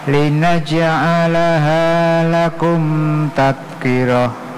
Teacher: Ini hati-hati huruf zal, jangan sampai ada kayak mantul itu. Karena posisinya berarti kurang pas kalau mantul. Dia tidak mantul sama sekali. Tad enggak boleh, berarti salah itu.